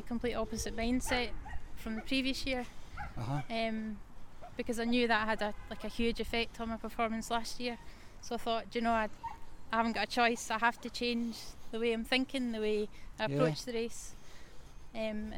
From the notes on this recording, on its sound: There is some background noise to this episode, it's real authentic and quite magnificent. The North Inch in Perth was the setting for our meet-up and chat.